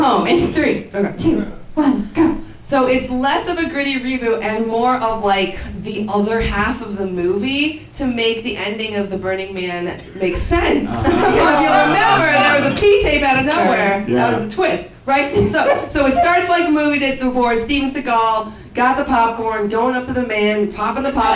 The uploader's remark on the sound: In this raucous live recording contestants pitch a comedic slasher movie.